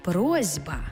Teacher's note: Глухий звук «с» стоїть поруч із дзвінким звуком «б». А глухий плюс дзвінкий шукає собі дзвінку пару. · Term: дзвінкий плюс дзвінкий